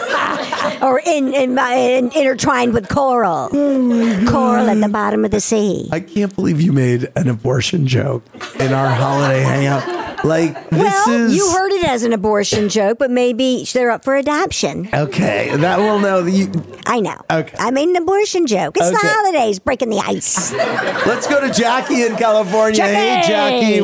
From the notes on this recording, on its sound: We welcome a live audience into our studios, open up the phone lines, sip on some holiday beverages.